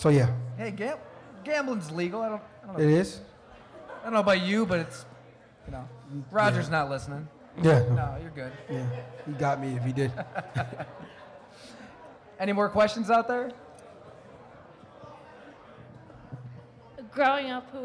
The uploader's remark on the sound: We record live from Mister’s Bar & Lanes in East Aurora, N.Y., and it’s a rollicking affair. Everyone who came on out to pack Mister’s.